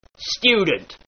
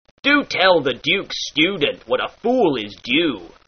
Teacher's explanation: The notion here is you insert a Y sound before a long U sound in words like student · Term: J-U glide